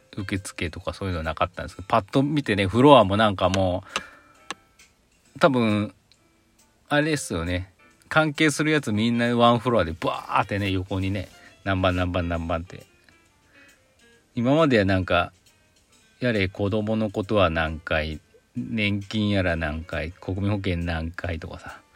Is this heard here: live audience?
no